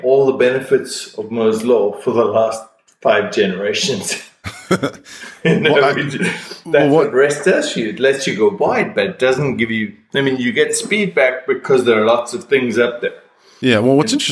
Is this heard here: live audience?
no